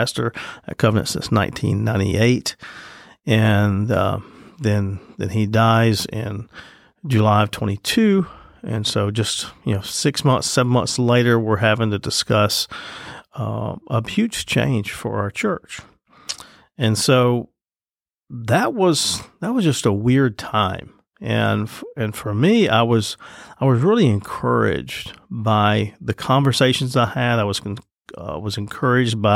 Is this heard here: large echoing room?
no